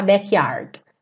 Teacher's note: Percebe que esse D vem só cortando mesmo a palavra.